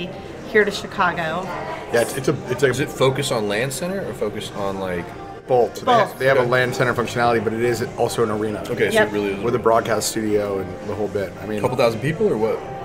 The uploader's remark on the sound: Live From EsportsNext. Why having an opportunity to connect in real life in Chicago, was so special.